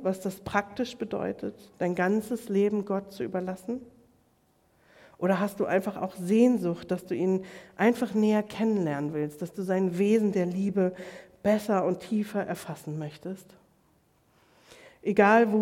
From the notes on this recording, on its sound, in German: Predigt im Rahmen des GreifBar+ Gottesdienstes